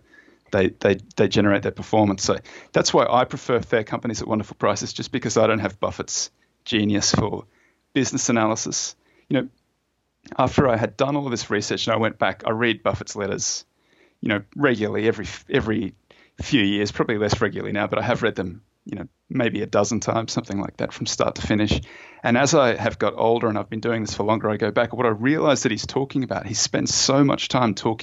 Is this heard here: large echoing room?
no